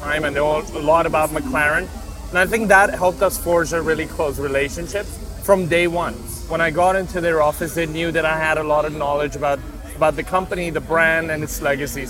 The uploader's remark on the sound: Live From Formula 1. Live from Formula1 Singapore.